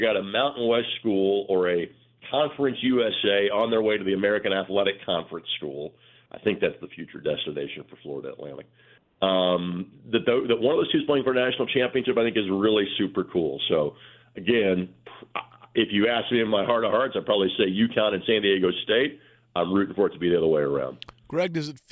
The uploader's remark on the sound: Both call in to talk a variety of Indy Sports. Is on the phone line to talk Colts.